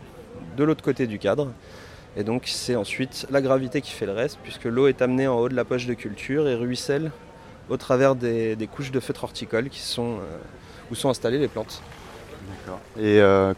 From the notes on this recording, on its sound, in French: Cet épisode a été enregistré au cours du salon Jardins, Jardin, organisé chaque année le premier weekend de juin.